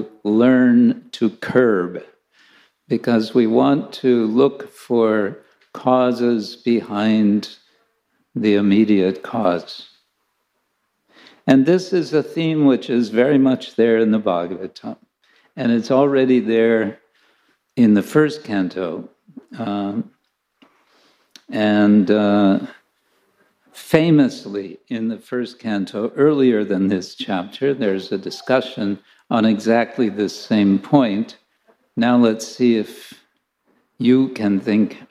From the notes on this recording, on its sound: Lecture from ISKCON Chowpatty temple.